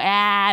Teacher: 音的にはあーっていう音にえーの要素も混ぜたみたいな